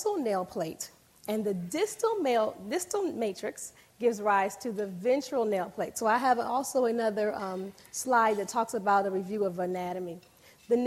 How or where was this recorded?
large echoing room